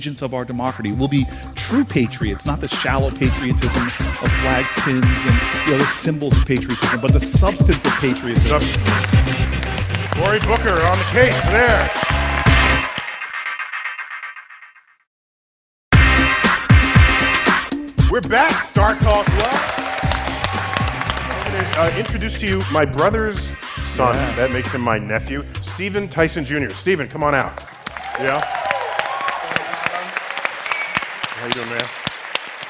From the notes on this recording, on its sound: StarTalk Live! at the Apollo. StarTalk’s night at the historic theater in Harlem concludes with some surprises.